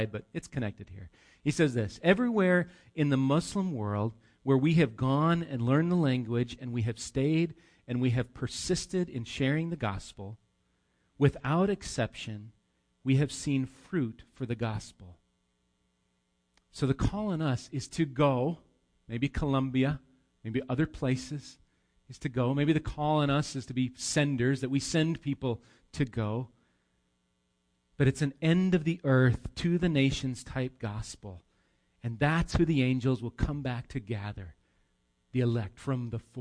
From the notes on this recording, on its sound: Recorded live at Bethany Bible Church